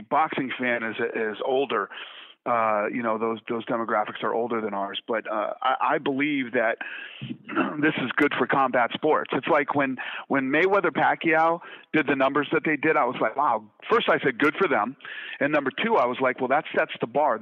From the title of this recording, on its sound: conference call